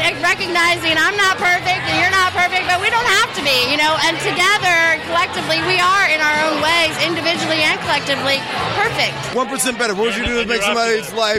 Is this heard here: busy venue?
yes